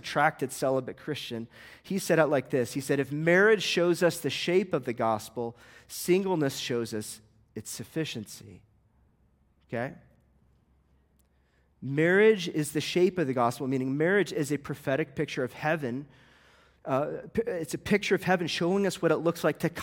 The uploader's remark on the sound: This sermon was recorded at a Sunday morning gathering at Church of the Lookout in Longmont, Colorado.